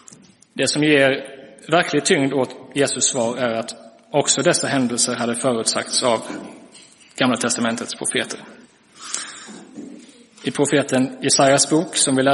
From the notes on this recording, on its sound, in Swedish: Inspelad i Roseniuskyrkan den 17 december 2023.